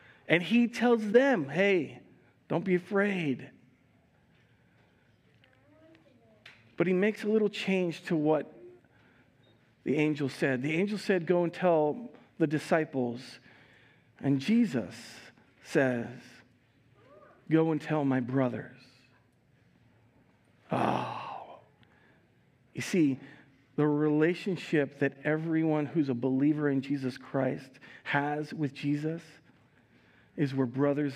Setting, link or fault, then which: setting, large echoing room